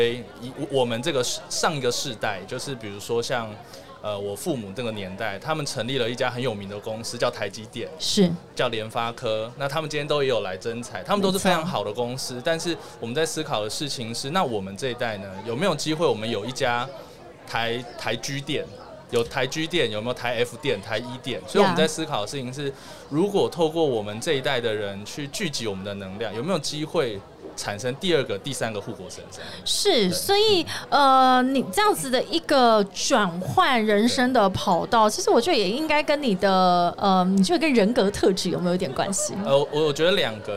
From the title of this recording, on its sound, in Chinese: VISION 2022 臺大校園徵才博覽會-Live Podcast